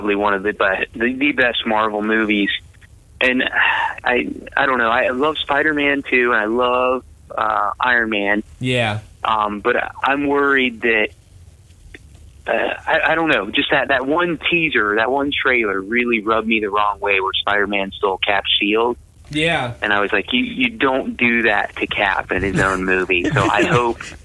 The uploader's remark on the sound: We were fortunate enough to be able to have him call in and really have a fun chat with him.